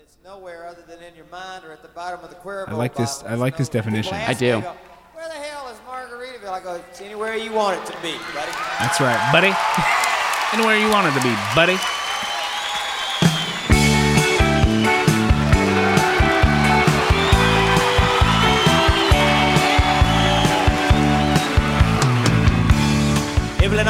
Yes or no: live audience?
yes